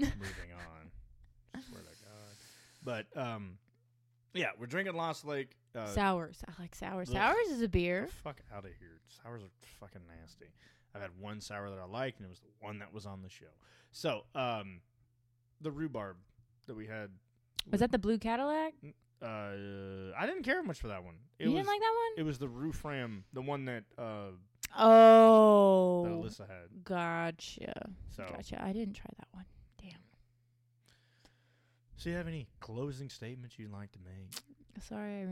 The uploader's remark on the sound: We had some audio issues editing this being on a new PC, so just adjust your volume after the intro song.